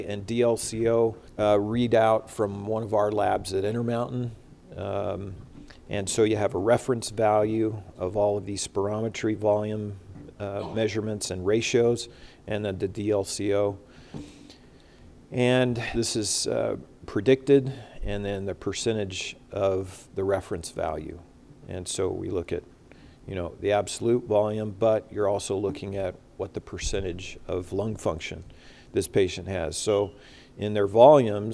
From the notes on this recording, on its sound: recorded Saturday, September 11, 2021, during the CORE conference in Salt Lake City, Utah